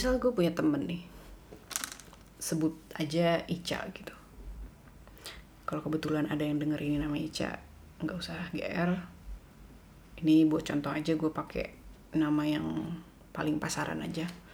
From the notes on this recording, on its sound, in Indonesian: Ini tuh udah direkam dari kemarin tapi audionya gak enak bgt dan banyak noise dan suara kipas AC dan ngomongnya belibet.